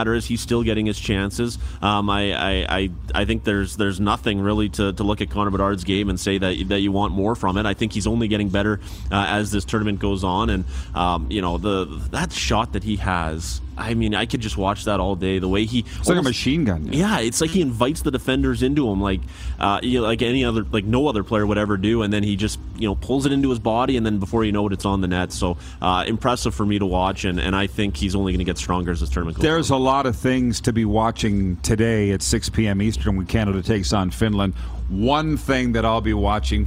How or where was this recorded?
busy venue